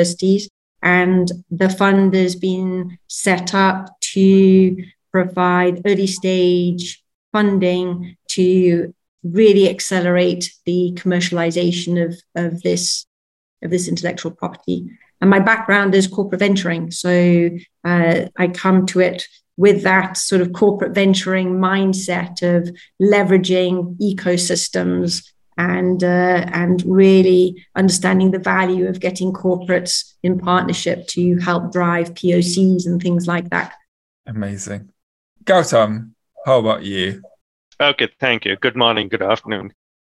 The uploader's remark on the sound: We’re bringing you a recording of a recent webinar.